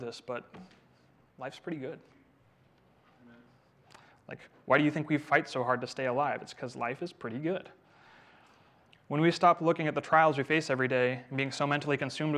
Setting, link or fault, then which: setting, large echoing room